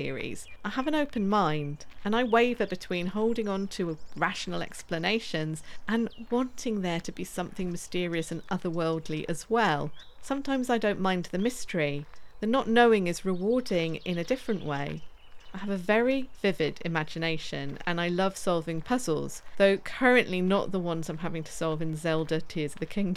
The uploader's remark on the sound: We have a witness interview, field recordings from the woods. Additional music and sound effects by Epidemic Sound.